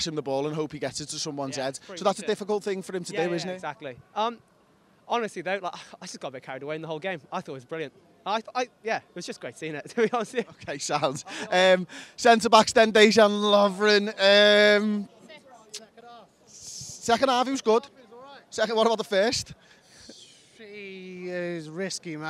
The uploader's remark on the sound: We're here outside Anfield